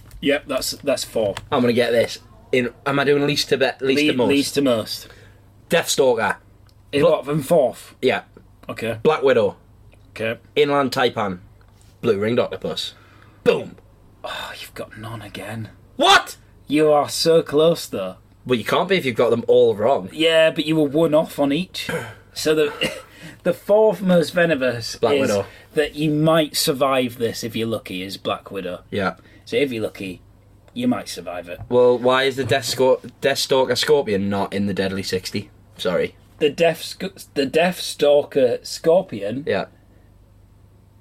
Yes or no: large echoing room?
no